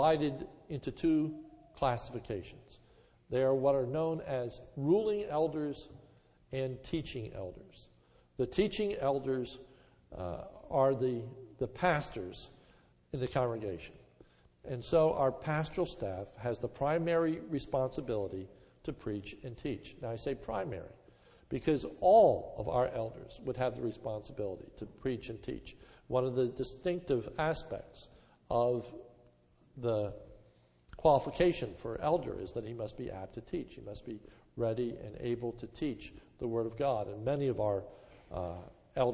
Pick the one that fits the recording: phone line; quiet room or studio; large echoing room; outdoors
large echoing room